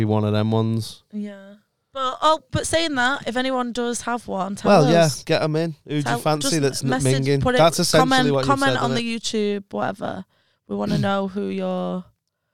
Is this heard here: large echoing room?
no